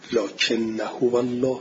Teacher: همزه انا رو الکی بی خودی حذفش میکنیم، بعد دو تا نون تو هم ادغام میشه، اون الف آخر نوشته میشه اما خونده نمیشه، ولی زا میخونیم لکن نه هو الله، ولی مینویسیم لکن نا هو الله.